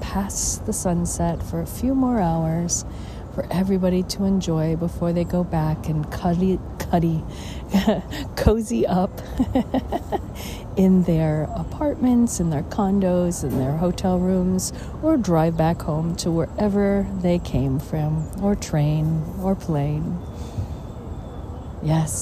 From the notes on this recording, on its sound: On Location Walk and Talk. Mindfulness Tour: Bryant Park in the NYC, New York, USA. Listen to the birds, feel the sun over the building tops, and people watch during the different seasons.